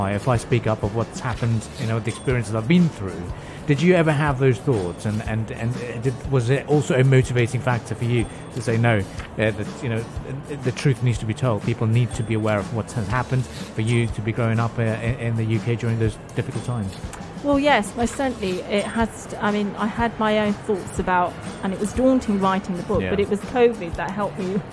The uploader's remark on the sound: Pulse 95 Live from Sharjah Book Fair. During the live broadcast from the Sharjah International Book Fair.